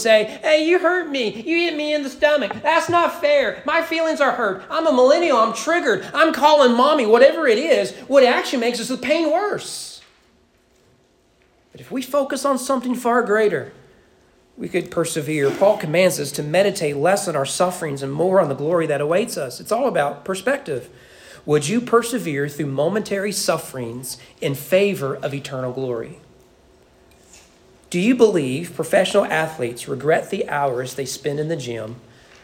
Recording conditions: large echoing room